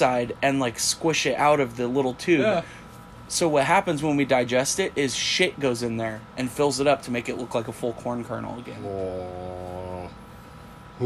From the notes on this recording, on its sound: Sorry in advance for the AC unit in the background, we live in the south and it’s hot.